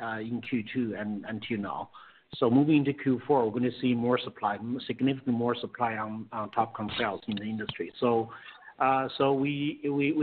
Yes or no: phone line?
yes